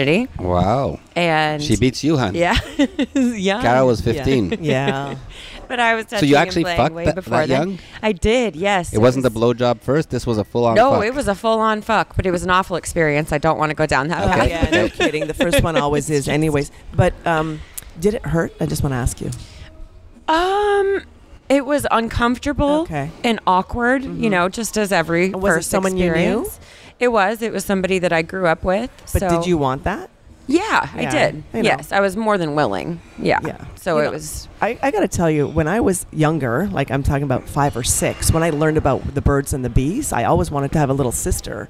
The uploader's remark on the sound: Join us on location at Hedonism II Resorts in Jamaica.